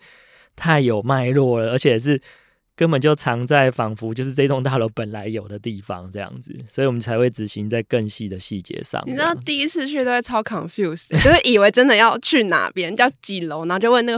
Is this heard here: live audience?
no